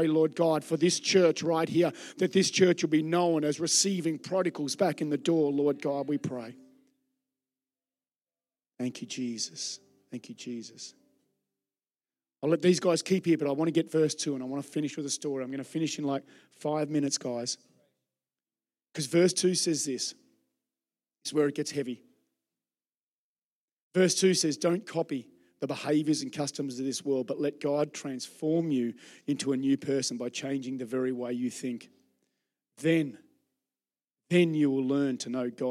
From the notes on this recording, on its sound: Recorded during our Melbourne East service.